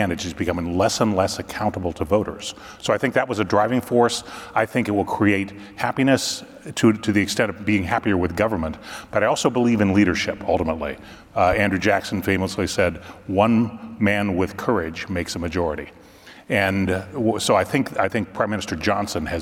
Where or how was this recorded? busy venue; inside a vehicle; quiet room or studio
busy venue